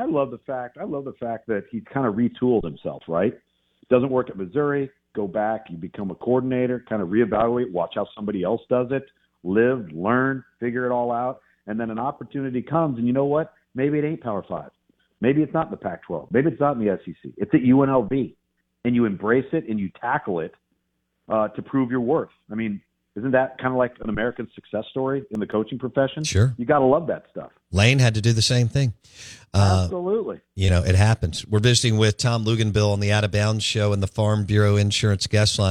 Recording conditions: phone line